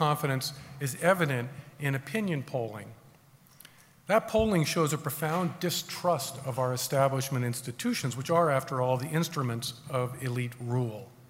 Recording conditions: live audience